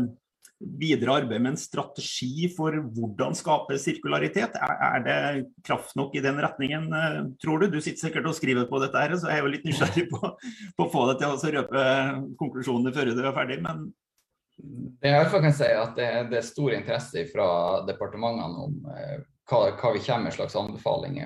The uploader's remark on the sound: Live Zoom.